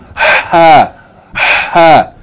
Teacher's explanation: Tensing the throat, forcing the air out, making an airy hissing sound. It is similar to H in hand, but articulated with greater force. · Term: letter ha